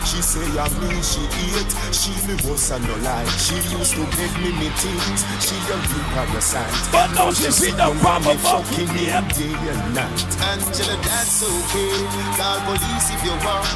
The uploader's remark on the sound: Tropi Street Dance 5/6/23 (LIVE AUDIO)